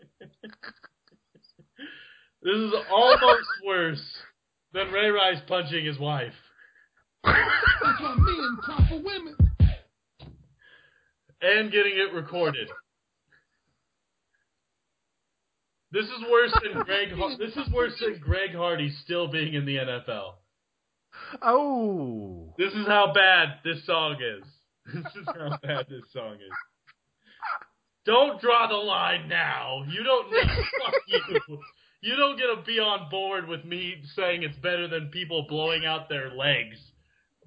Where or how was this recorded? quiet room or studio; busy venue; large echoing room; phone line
phone line